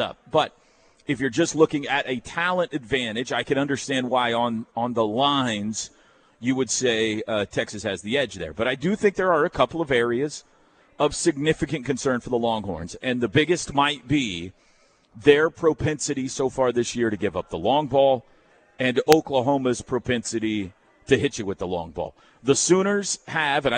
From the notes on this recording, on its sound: live from the Omni in downtown Dallas at the OU Alumni Association's Boomer Bash